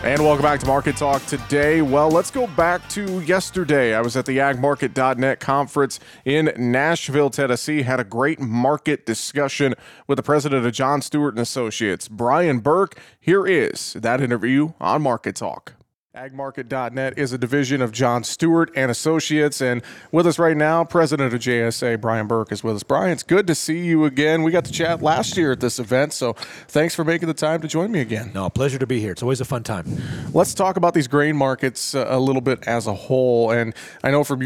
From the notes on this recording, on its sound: Tuesday's show is a bit of a hybrid program as we feature to conversations from this week's AgMarket.net Conference in Nashville and two conversations live from the Northern Corn and Soy Expo in Fargo, ND.